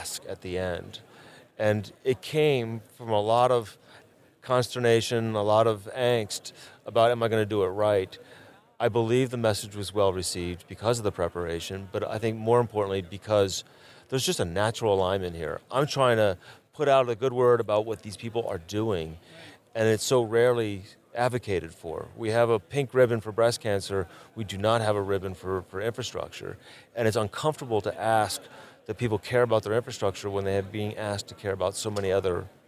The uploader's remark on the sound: The Civil Engineering Podcast visits Arizona for the SAME JETC conference. Recorded in Phoenix, Arizona, where I interviewed successful individuals at the Society of American Military Engineers (aka SAME) Joint Engineer Training Conference & Expo (JETC).